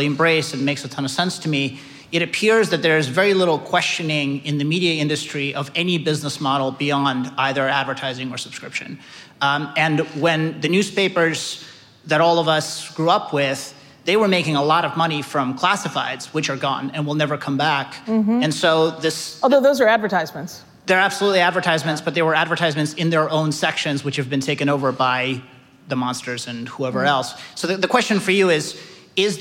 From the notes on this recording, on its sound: Live at Code Media 2018.